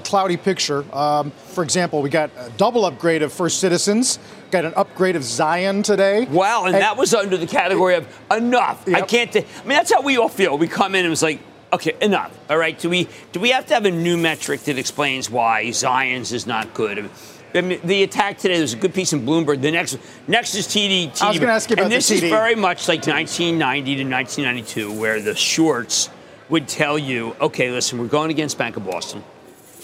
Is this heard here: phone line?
no